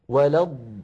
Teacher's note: الضاد بارك الله فيكم تتألف من ضادين، الضاد الأولى ساكنة